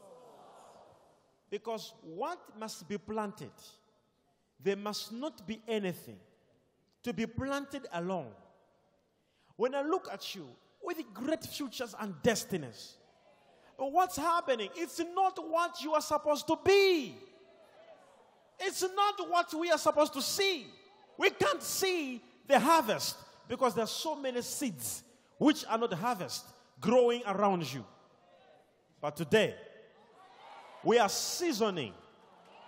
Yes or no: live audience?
yes